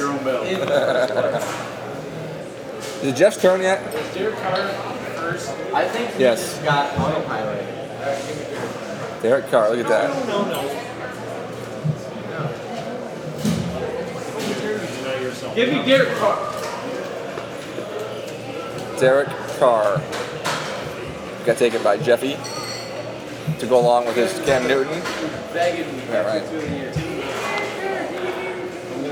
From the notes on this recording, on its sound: live on location from Buffalo Wild Wings